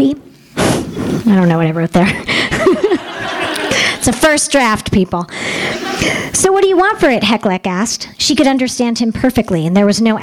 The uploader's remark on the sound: THIS EVENT WAS RECORDED LIVE AT SKYLIGHT BOOKS OCTOBER 25M 2011.